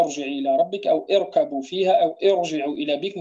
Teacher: كل ما نشوفه راء ساكنة وقبلها همزة ليست أصلية بل هي همزة عارضة، فإن تلك الراء تفخم